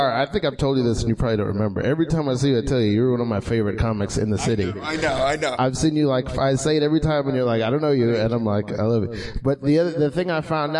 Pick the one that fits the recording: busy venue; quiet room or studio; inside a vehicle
busy venue